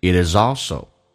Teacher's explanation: However,然而 it is also the most expensive way.它是一个非常昂贵的一种方式。来看一下 it 跟 is 有连音，叫 itis。 z 跟 also 也可以有连音，叫 zalso，所以就变成 it isalso。那这个你要能听懂，要能说什么叫 zalso，就是 it is also 听力的难点。